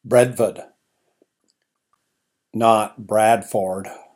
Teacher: Accent is on the first syllable, phonetically BRED. The second syllable, FUD.